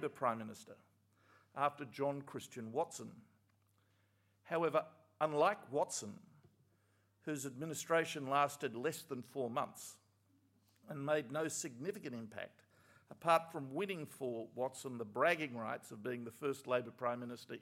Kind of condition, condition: setting, large echoing room